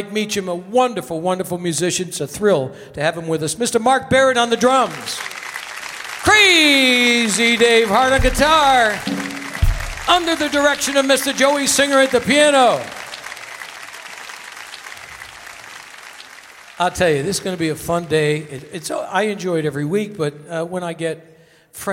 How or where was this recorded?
busy venue